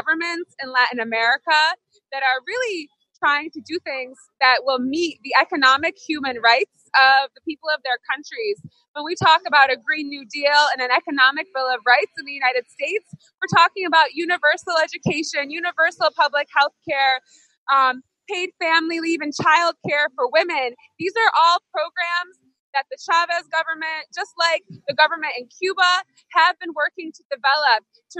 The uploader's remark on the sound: LIVE from the VENEZUELAN EMBASSY in Washington DC with CODE PINK! Reporting from inside AND outside the Venezuelan Embassy in Washington D.C!